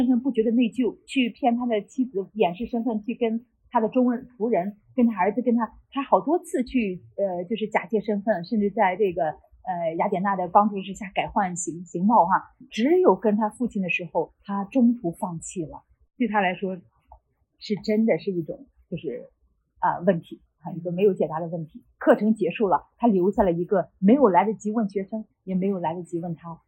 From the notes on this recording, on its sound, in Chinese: 由于现场环境影响，本次录音音质会有所下降，请大家见谅。